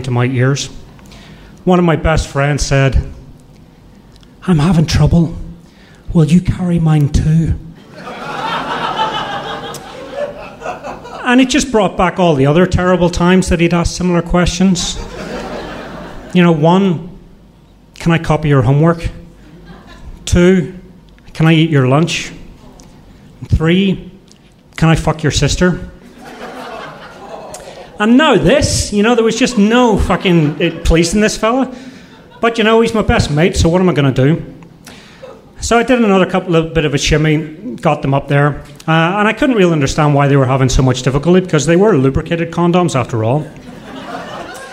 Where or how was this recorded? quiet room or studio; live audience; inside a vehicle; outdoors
live audience